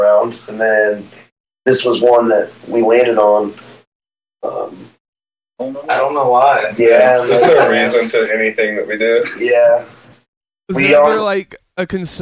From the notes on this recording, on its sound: Sorry for the audio issues!